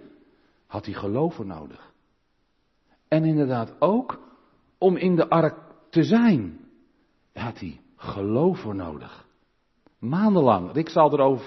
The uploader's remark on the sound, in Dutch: De preek is op 13 november 2022 opgenomen in de Maranathakerk in Groningen